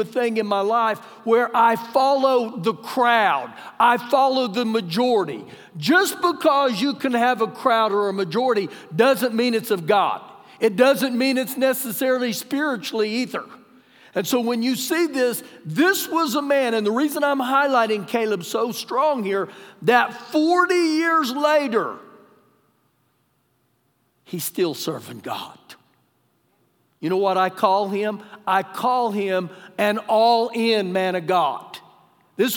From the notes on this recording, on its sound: Recorded live during our Sunday morning service